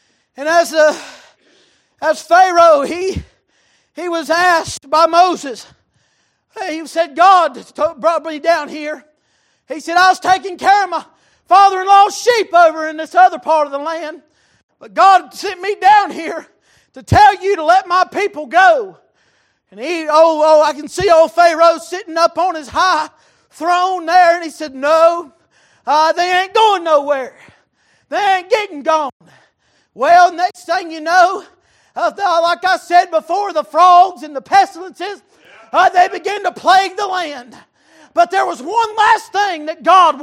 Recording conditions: large echoing room